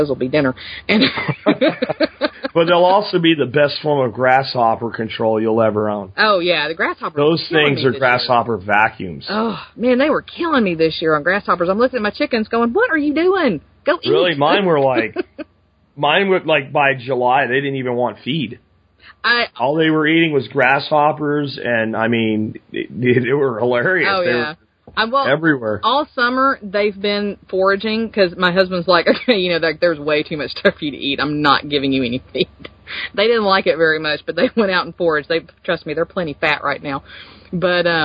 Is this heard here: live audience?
no